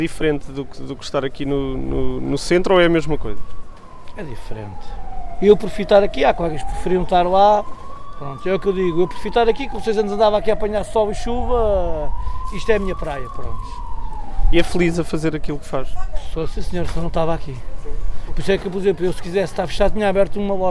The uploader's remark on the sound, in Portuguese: A terceira história do ÓCIO DO POVO foi gravada no final de Agosto de 2020 na Praça da Fruta nas Caldas da Rainha. O único Mercado ao ar livre em Portugal.